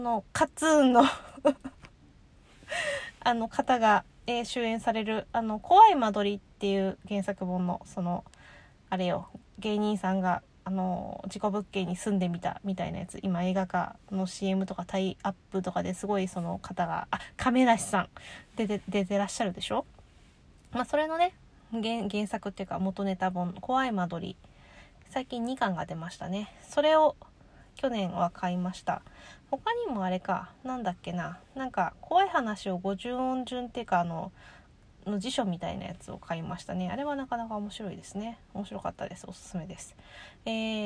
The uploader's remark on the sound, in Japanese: 帰宅前に、自家用車の中で収録する事を覚えました